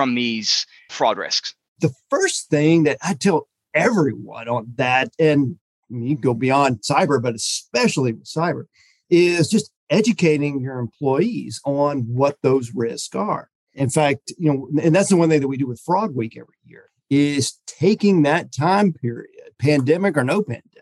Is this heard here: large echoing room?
no